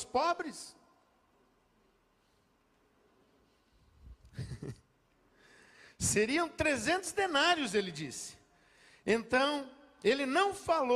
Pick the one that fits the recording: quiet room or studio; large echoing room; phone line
large echoing room